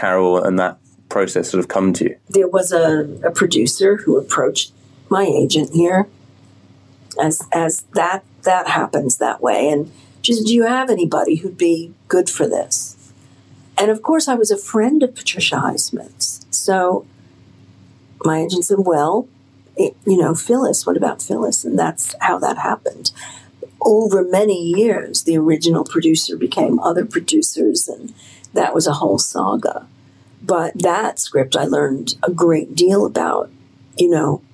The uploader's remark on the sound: are deeply sorry for the audio quality as we had to record this episode on our phones.